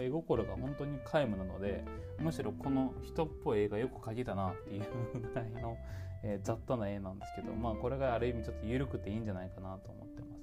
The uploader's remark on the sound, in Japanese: はじめての環境で収録したけどBGMが大きそう